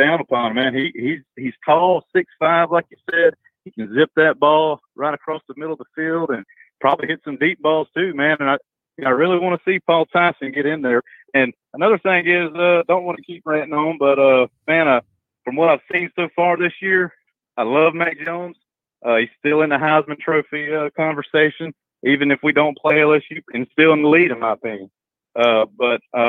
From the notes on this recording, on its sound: BamaInsider Call-In Show